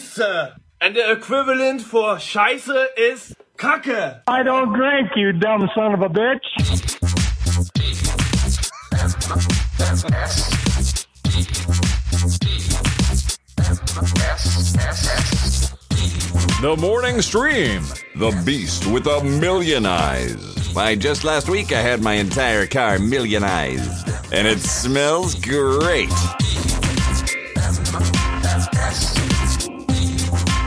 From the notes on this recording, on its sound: Live caller.